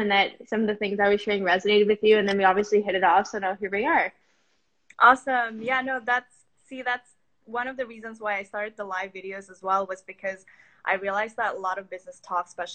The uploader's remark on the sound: Today's episode is the recording from an IG live conversation